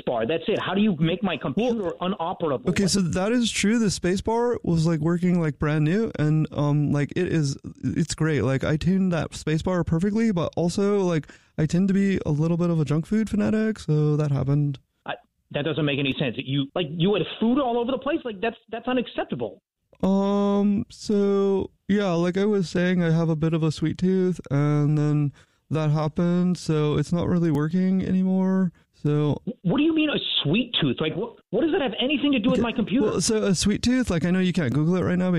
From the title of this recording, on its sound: Phone Prank